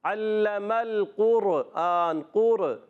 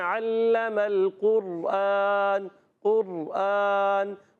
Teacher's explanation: تکرار اصلی نہیں ہوتی بلکہ تکرار کی مشابہت پائی جاتی ہے · Shown in: second take · تھوڑی سی نوکی زبان میں کپ کپاٹ ہوتی ہے، وہ پڑھنے والے کو پتہ چلے، سامنے والوں کو اتنا پتہ نہیں چلنا چاہیے.